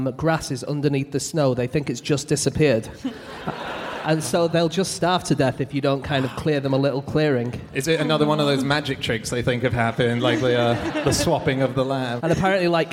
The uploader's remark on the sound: Live (partly at least) from the Wellington Opera House